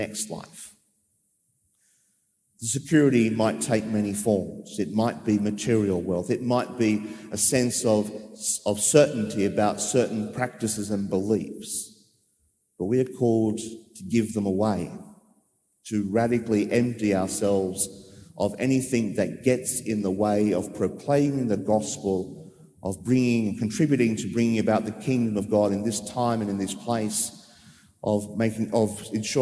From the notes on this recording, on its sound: As preached during the 9.30am live-streamed Mass from Sacred Heart Cathedral, Hamilton.